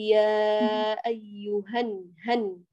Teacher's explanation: انتقلت من هاء أيها إلى النون مباشرة · Term: التقاء الساكنين